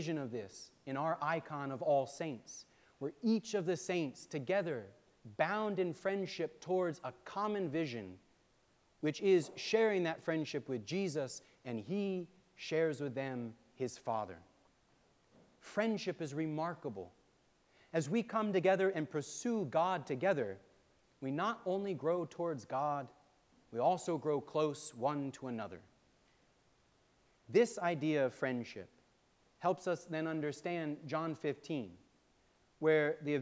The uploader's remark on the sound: preached on June 18, 2023 at All Saints Anglican Church in Charlottesville, VA